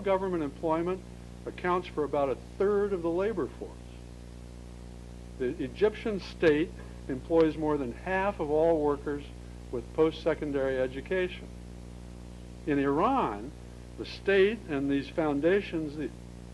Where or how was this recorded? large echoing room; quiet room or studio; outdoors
large echoing room